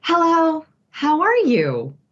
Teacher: So we say this hello with all of this vocal tightness.